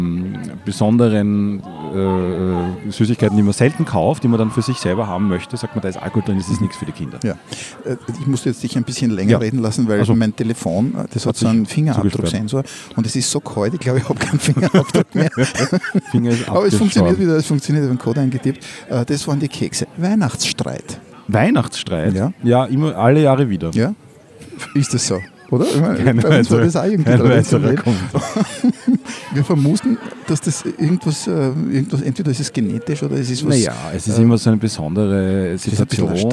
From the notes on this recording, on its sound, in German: Live vom Wiener Christkindlmarkt.